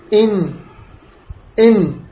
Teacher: ويشترك في حرف النون مخرجان، مخرج الفم ومخرج الخيشوم التي هو يخرج منه الغنة. · النون هنا تخرج من طرف اللسان مع ما يحاديه من اللثة تحت مخرج اللام بقليل، هكذا هكذا النون، إن ويصاحبها غنة.